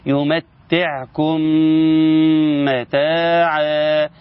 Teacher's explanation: يمتعكم متاعا، يمتعكم متاعا، نقول له ما كملتش الغنة، الغنة زمانها حركتين، يمتعكم متاعا